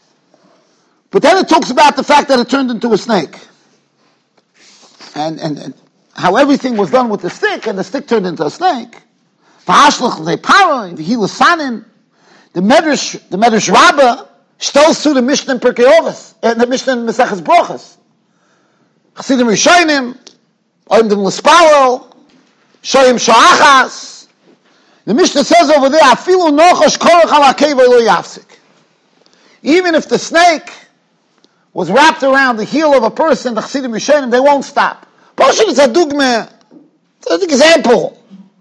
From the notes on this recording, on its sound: Shiur recorded in Yeshivas Ohr Reuven, Monsey, NY.